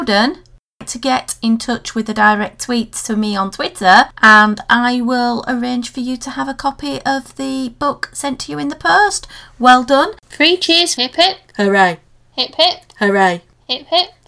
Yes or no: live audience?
no